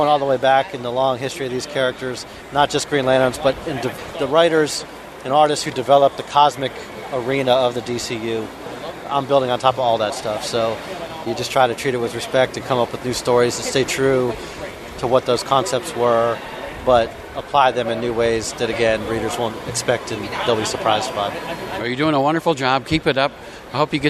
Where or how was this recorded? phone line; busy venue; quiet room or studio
busy venue